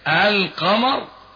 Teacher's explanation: لام قمرية لأنك حينما تنطق بكلمة القمر تظهر اللام